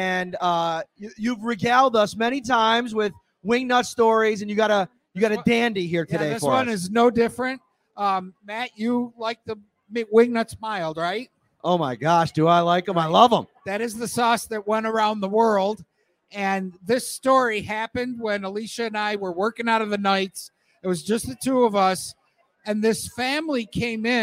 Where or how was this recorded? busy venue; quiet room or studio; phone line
busy venue